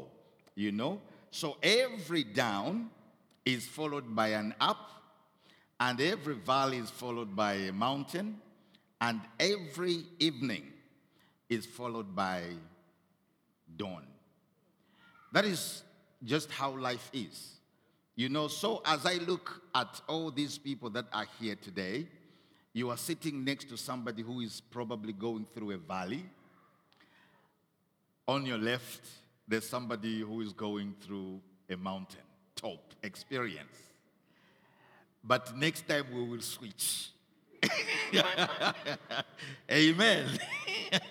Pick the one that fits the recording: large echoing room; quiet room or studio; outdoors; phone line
large echoing room